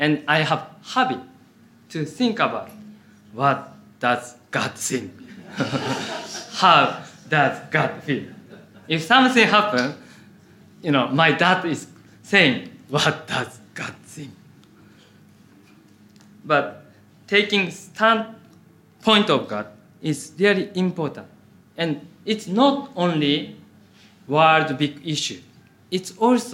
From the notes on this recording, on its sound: Audio from a sermon in Hatch End.